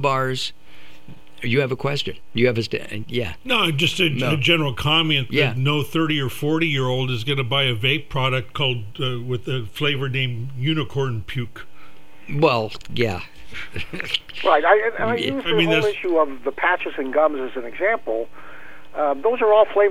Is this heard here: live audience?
no